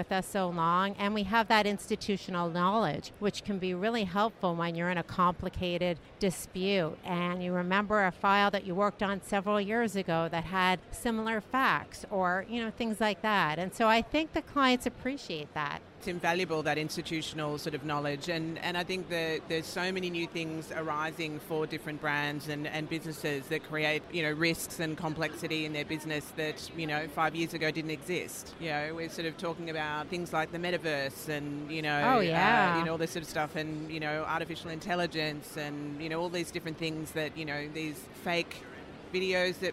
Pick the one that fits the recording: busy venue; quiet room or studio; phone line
busy venue